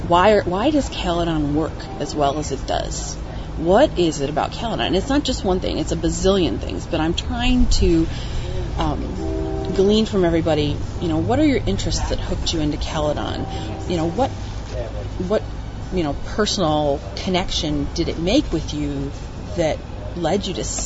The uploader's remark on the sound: recorded August 30, 2008, at CaleCon, a real-life meetup held in St Marys, Ontario, Canada